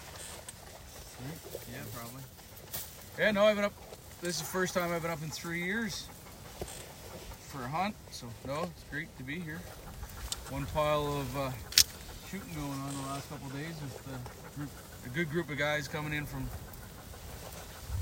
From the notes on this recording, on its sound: record a podcast live from the blind